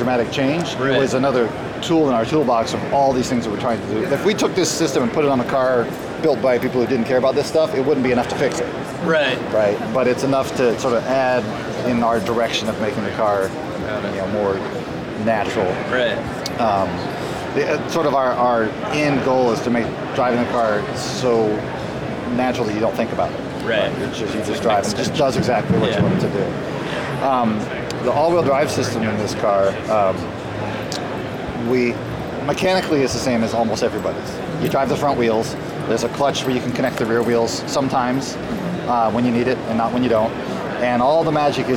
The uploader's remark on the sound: Live from inside a Mazda CX-30 at the Los Angeles Auto Show